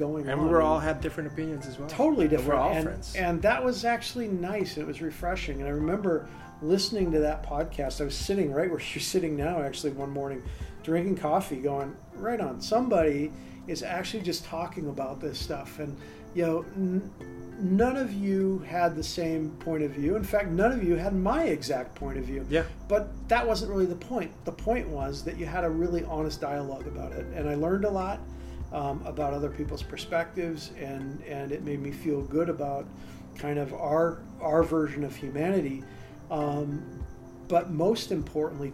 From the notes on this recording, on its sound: On the third installment of the poolside podcast, we sat down. Outside of his Orange County home. Amidst the candlelit ambience.